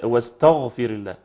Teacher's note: يفخم التاء عشان يفخم الغين، يقول واستغفر الله، نعم، حولها لطاء.